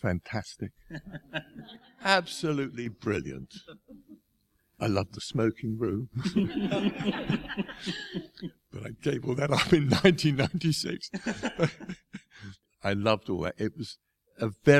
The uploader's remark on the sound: Highlights from The Bill Reunion 7, which took place at London’s Cinema Museum. The technical wizards at the Cinema Museum, who not only organised all the sound and the lighting, but also very kindly as a bonus, recorded the Q&A as well so that we would be able to share the evening.